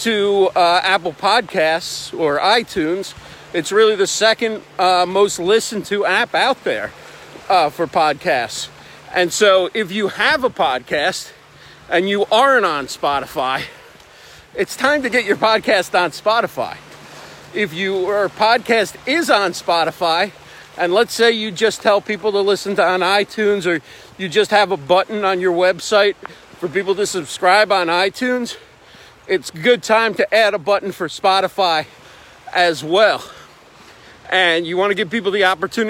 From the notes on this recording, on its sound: Recorded at the beach! Taken from a livestream.